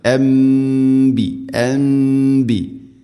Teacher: സാക്കിന നൂന് ശേഷം ബ വന്നാൽ നൂനിനെ മീമാക്കി മാറ്റണം, അതാണ് ഇഖ്ലാബ്. മണിച്ചുകൊണ്ട് ഉച്ചരിക്കണം അൻബി അൻബി.